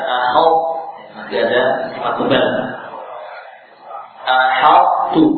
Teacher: Huruf ta tidak hilang total, namun ada sebagian sifat yang tersisa. · Term: idghamnya tidak sempurna